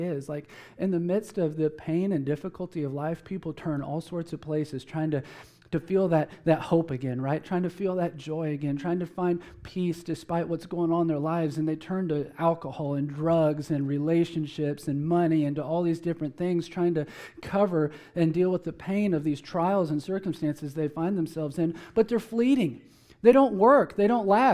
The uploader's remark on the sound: Preached at Emmaus Church